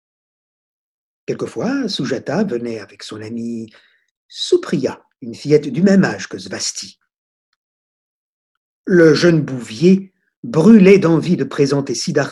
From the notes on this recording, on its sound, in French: Sessions en direct de 2020 par téléconférences